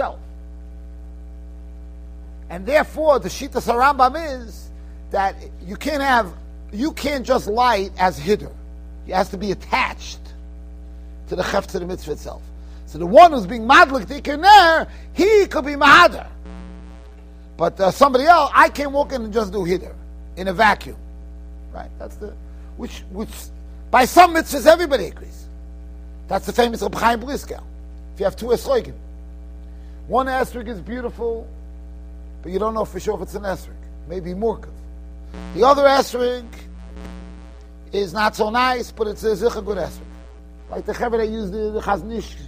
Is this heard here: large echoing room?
yes